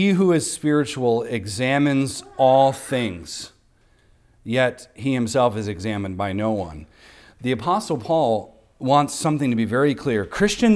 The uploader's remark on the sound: recorded on Sunday, February 4th, 2024, at the weekly worship gathering of Cross & Crown Church.